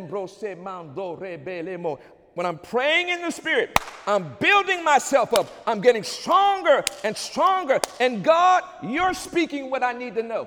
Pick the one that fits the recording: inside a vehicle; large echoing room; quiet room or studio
large echoing room